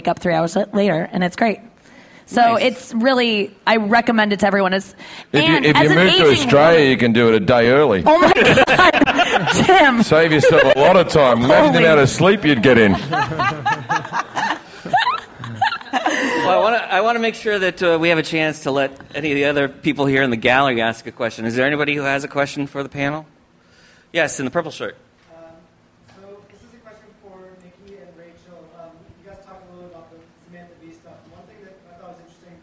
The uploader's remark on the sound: This is a special edition of Last Things First, recorded live during Clusterfest 2018 in San Francisco. Comedy Central was kind enough to ask me to host a series of Clusterfest panels for the media that they called fireside chats.